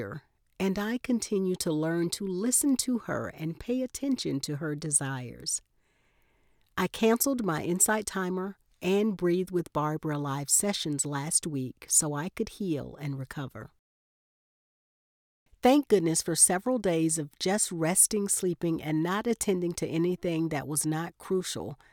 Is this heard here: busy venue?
no